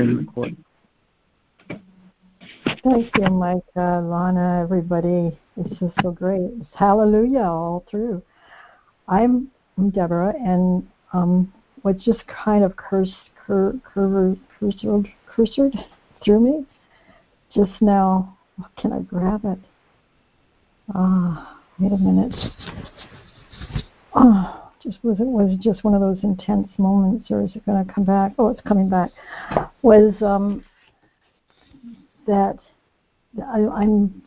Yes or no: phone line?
yes